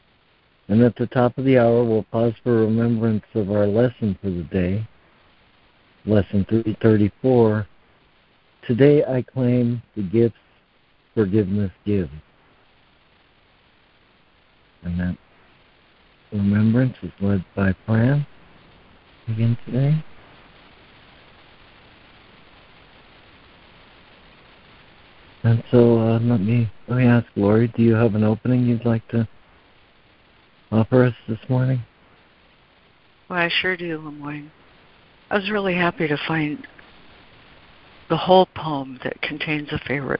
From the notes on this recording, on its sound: ACIM Daily Conference Call